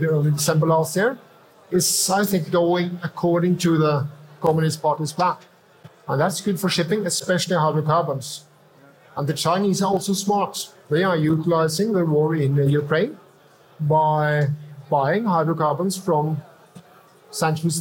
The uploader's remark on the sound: Live podcast. The recording was done before a live audience during lunch at the conference.